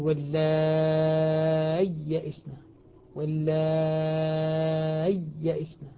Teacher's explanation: الحقيقة المذهب الذي عليه القراء والعلماء هنا أنه يظهرها، يظهر الياء فينطق بياءين، وبعضهم قال ينطقها بياء وسكت لطيف حتى تظهر الياءان